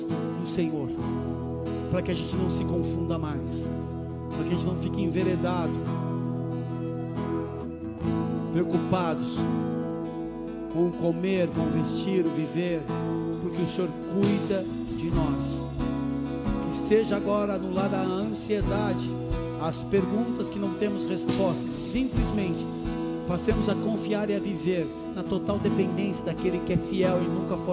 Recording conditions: large echoing room